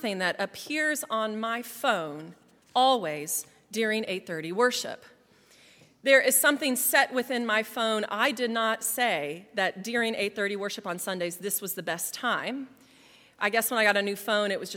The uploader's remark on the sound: at Highland Baptist Church.